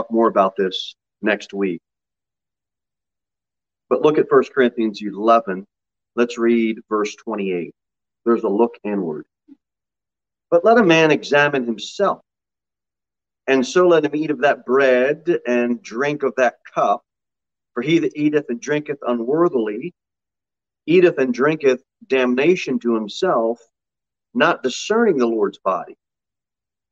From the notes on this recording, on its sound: Sermon delivered at Pilgrim Baptist Church on Thursday, April 28, 2022 at 6 pm.